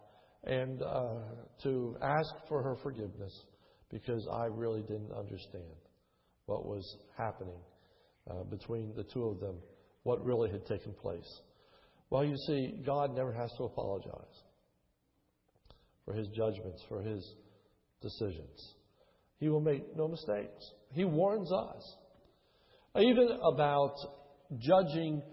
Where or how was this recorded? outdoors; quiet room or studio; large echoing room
large echoing room